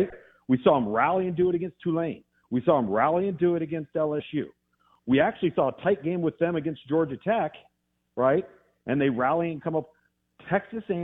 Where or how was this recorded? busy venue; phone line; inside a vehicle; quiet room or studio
phone line